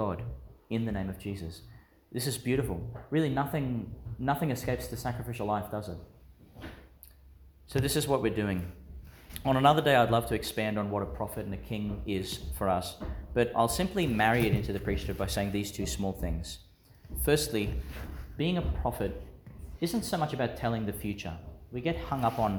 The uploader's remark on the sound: delivered in Our Lady of Mt Carmel Church, Mt Larcom, Qld.